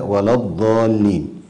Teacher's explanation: من الأخطاء تفخيم الواو في كلمة ولا الضالين وكذا اللام، فتجد القارئ يقرأ هكذا ولا الضالين، وهذا خطأ.